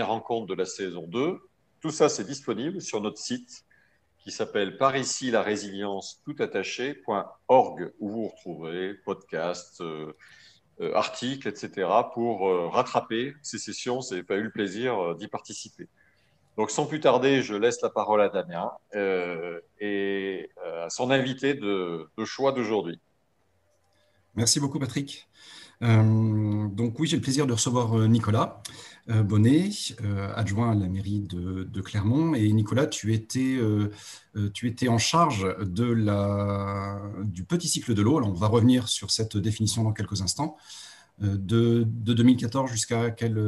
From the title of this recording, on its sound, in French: 29 janvier 2021 en visio